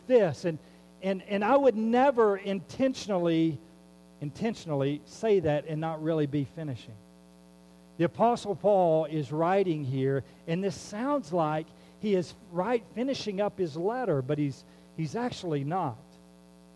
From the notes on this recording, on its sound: There is a hum throughout the recording. We have worked on the audio to the best of our ability to lesson its presence.